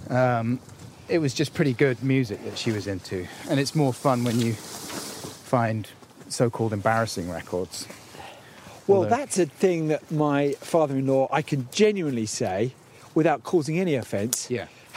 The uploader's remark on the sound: PUB WALK. Walks to the pub and back with old friend.